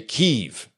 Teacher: you know, just one single syllable as though it were spelled K-E-E-V, Kiev. That's the way they say it.